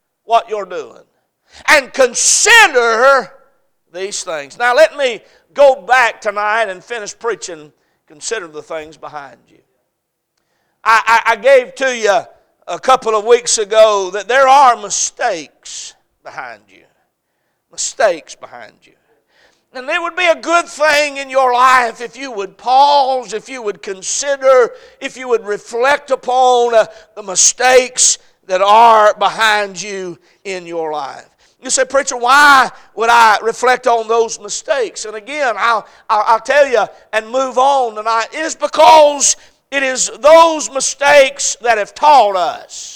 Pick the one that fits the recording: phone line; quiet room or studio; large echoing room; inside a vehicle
large echoing room